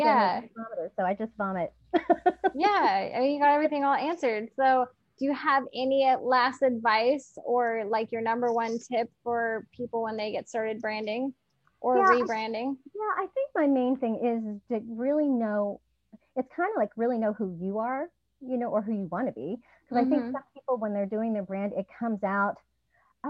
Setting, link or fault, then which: link, video call